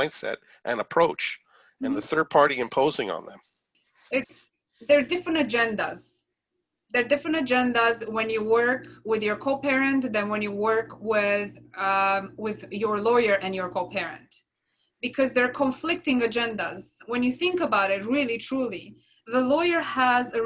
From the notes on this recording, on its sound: The program airs live each week. Is currently delivered to you through Zoom.